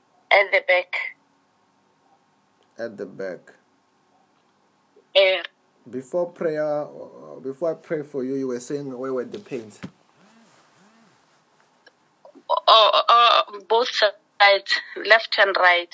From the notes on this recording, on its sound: Healing over the phone in JESUS NAME in Botswana.